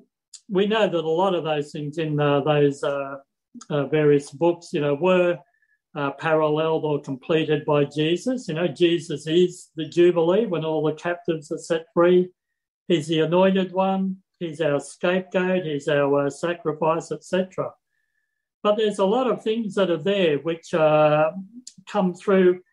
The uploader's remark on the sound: Talk 2 from the Wednesday United zoom meeting on 17 November 2021